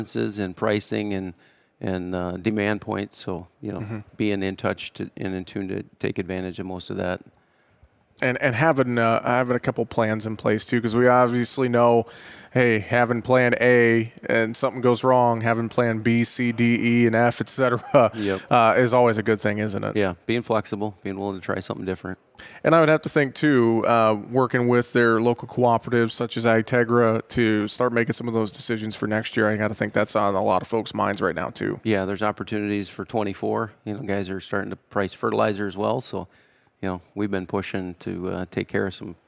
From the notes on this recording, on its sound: we are broadcasting live from Barchart's Grain Merchandising and Technology Conference in Nashville, TN.